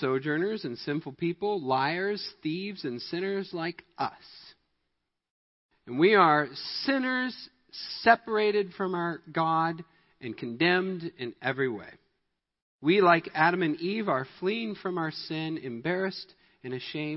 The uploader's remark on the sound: Midland Evangelical Free Church Sermon Audio